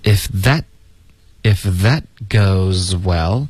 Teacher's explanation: That 的 t 我们得省略